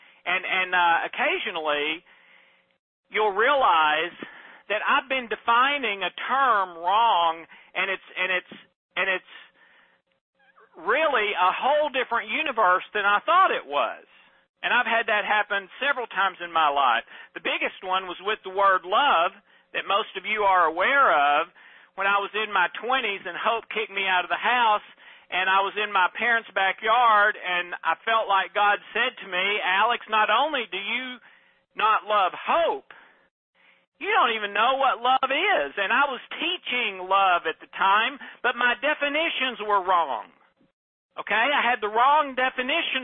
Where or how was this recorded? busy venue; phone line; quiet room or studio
phone line